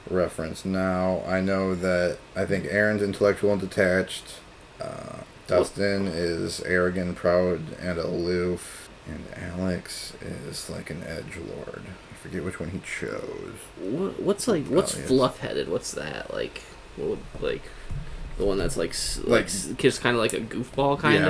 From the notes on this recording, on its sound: Finally the last of our party who suffered critical computer failure during initial recording joins us! Please excuse the extra noises in this one as we were sharing space and a mic.